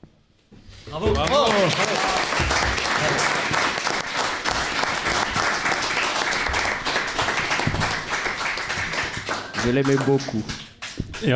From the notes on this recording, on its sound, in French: L'équipe pour un grand podcast spécial, filmé et en public au Dernier Bar avant la Fin du Monde.